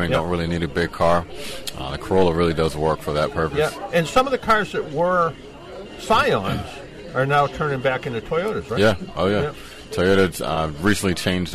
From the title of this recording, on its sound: Live from Expressway Toyota